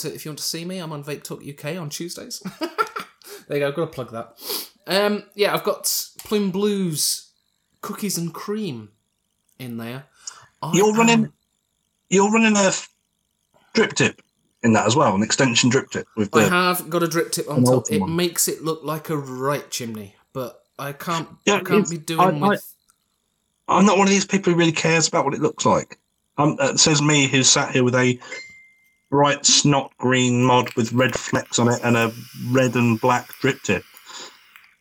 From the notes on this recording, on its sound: Apologies for the audio quality - I am getting used to editing two of us.